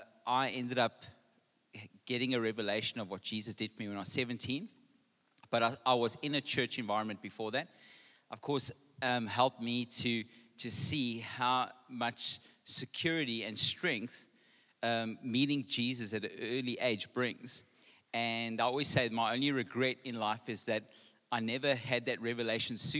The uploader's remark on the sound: Panel Discussion Table View PM. Recorded live on Sunday the 27th August 2023.